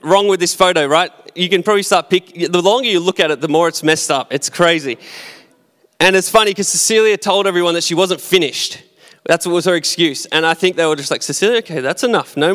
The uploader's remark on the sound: Recorded at our live gathering.